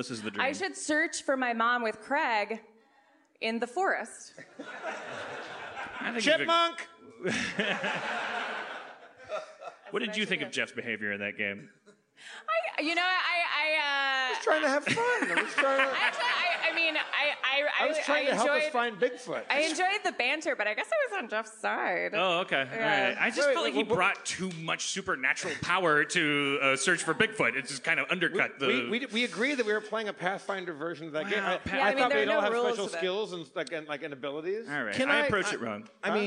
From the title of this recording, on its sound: LIVE from Bridgetown 2015!